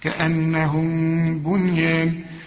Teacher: لا يبقى في غنة، الكاف من حروف الإخفاء مع الغنة هنا، صفا كأنهم، وشوف اله لازم تبان لأنها أصلها ضعيفة، كأنهم، وعندك ميم بعدها باء، كل ميم بعدها باء بدون تشكيل زي دي بيحصل إخفاء، ما تقفلش شفايفك فيها